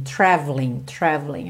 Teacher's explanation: você não fala o E do traveling